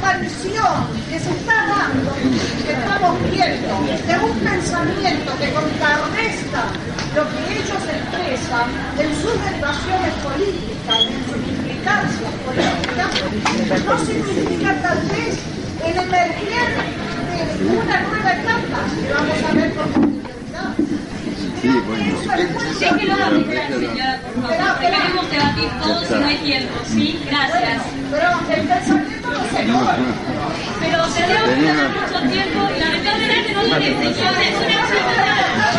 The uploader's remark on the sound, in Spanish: Conferencia en Buenos Aires, 1998. Incluye preguntas del público.